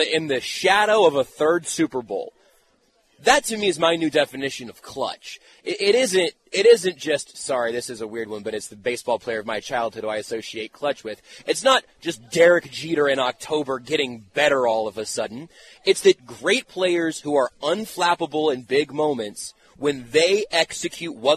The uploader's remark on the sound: Monday Morning Super Bowl championship press conference live from Las Vegas